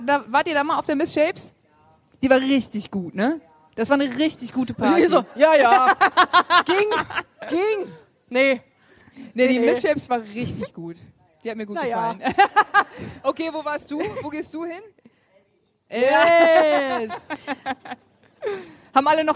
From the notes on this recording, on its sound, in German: Busenfreundin LIVE vom L Beach Festival 2019. Freut euch auf den ersten Busenfreundin LIVE Podcast auf dem L Beach Festival am Weißenhäuser Strand.